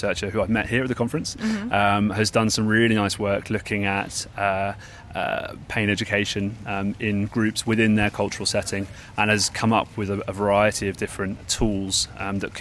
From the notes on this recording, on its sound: LIVE from the WCPT Conference in Geneva, Switzerland